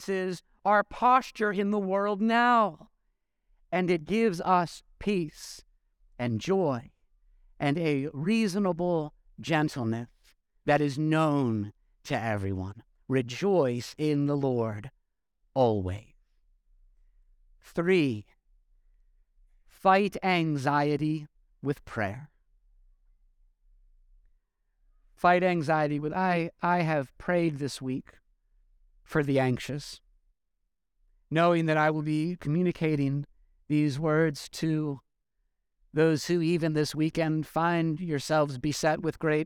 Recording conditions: large echoing room